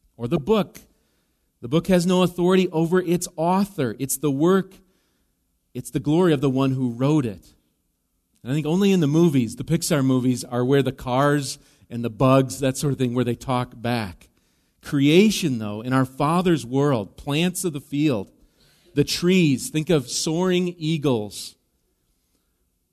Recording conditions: large echoing room